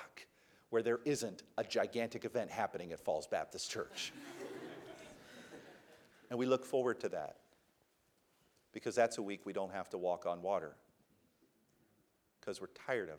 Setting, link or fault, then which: setting, large echoing room